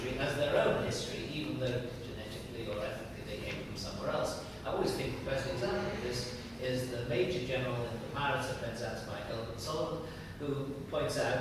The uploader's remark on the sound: This panel discussion is from the 2011 meeting of the Property and Freedom Society. Discussion, Q&A (PFS 2011).